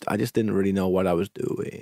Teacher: the vocal fry, it only happens at the end of a sentence